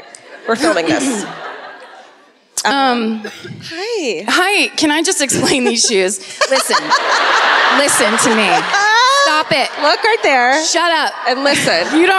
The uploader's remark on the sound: Live at the Sony Centre in Toronto